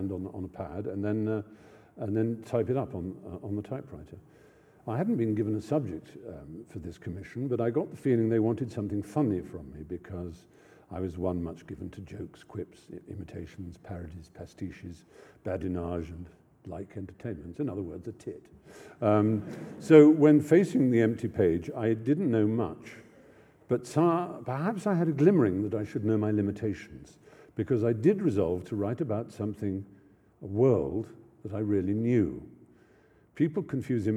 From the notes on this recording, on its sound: lecture at the University followed by Q&A